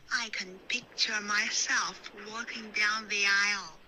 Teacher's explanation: Picture 的 p 你发的是 b，你把它浊化了，不能随便浊化